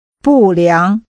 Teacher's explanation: Using falling and rising tones, say poorly.